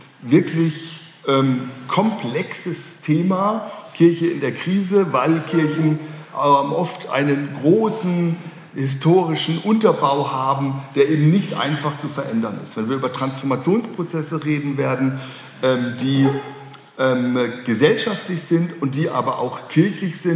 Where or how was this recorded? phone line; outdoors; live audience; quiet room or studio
live audience